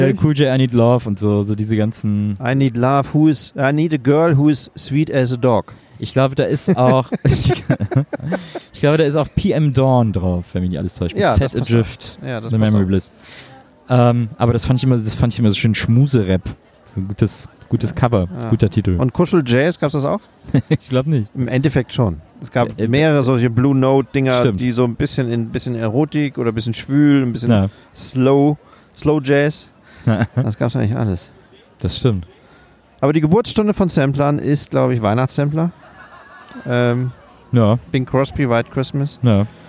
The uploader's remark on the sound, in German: Podcast Live on Tape vom wundervollen At the B-Sites Festival aus Köln.